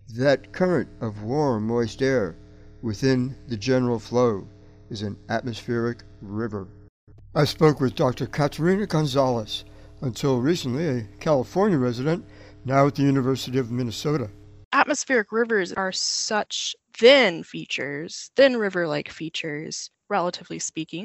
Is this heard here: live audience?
no